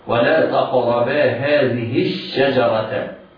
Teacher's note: الهاء التي بعد الذال، تنطق دون صلة لوقوع الساكن الذي بعدها وهو شين الشجرة، ولا تقربا هذه الشجرة.